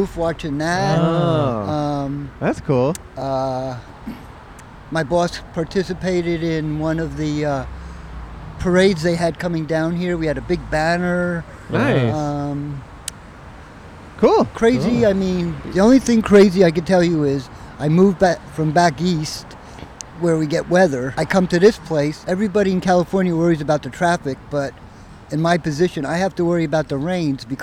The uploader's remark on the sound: Outside a Hardware Store. In front of Koontz Hardware in West Hollywood, CA.